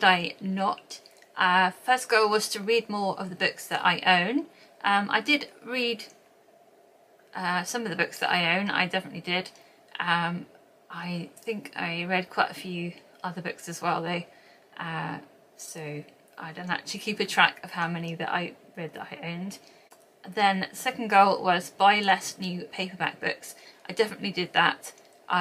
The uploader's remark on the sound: Apologies if you can hear any background noise. I’m still learning how to use the camera!